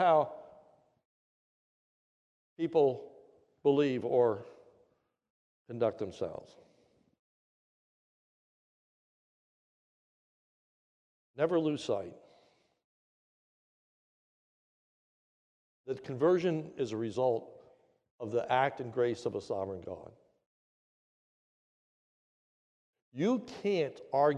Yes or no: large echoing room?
yes